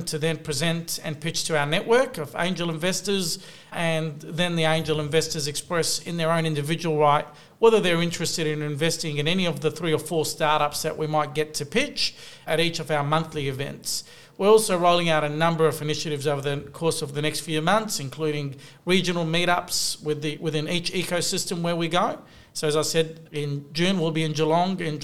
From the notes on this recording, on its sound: This episode was recorded in June 2023 at the Tropical Innovation Festival in Cairns QLD